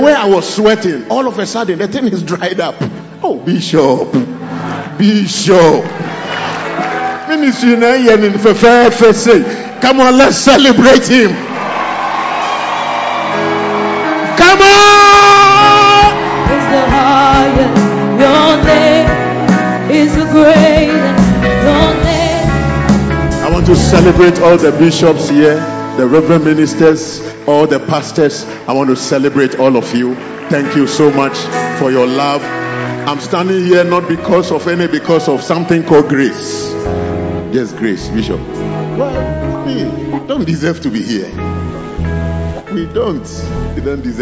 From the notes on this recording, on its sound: Preached at the He Gave Gifts Unto Men Convention (Day 2 Session 1) - The Makarios Cathedral, HQ